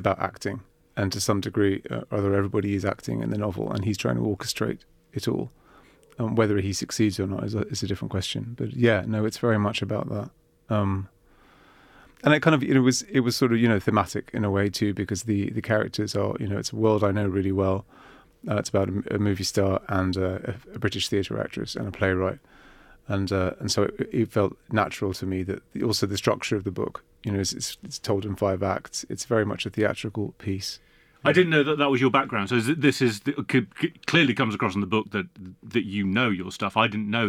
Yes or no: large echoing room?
no